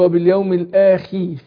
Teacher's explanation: يبقى هنا الخاء مكسوره هتاخد ادنى درجات التفخيم، زي ما اقول ايه ان اخي له، بعض القراء اسمعهم